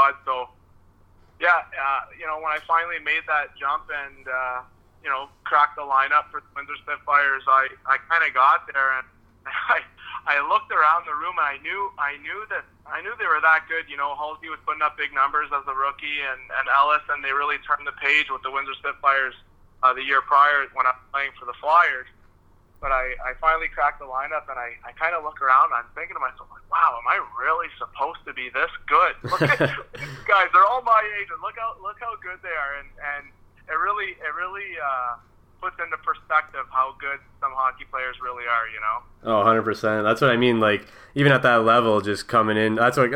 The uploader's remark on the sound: on the phone (03:28)